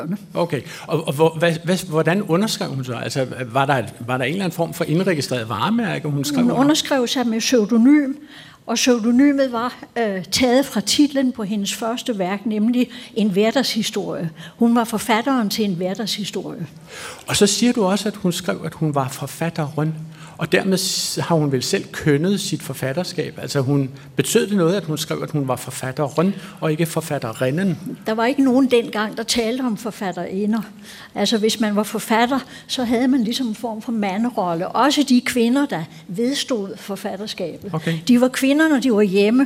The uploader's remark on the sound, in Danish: Klog på Sprog live fra Bogforum i Bella Centeret